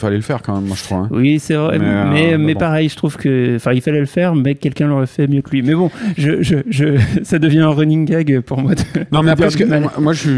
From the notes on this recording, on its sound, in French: En direct de la Quinzaine des réalisateurs. À La Malmaison (Cannes). Production : Binge Audio.